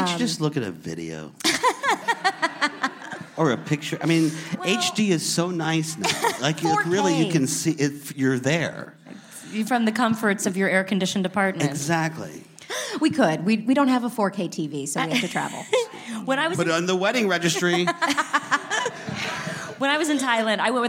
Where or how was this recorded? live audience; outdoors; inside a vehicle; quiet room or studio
live audience